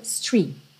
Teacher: E esse T do street pode aparecer ou não. Muitas vezes soa street.